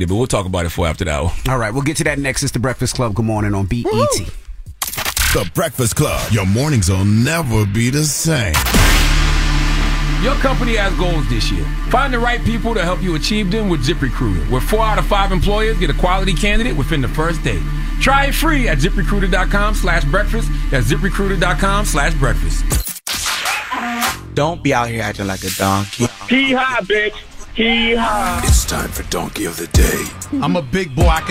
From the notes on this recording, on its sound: We also open the phone lines to ask our listeners. We also ask callers to give their opinion on showing PDA in front of your kids.